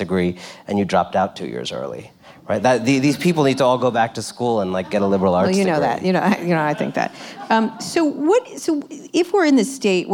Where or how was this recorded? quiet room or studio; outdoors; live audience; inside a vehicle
live audience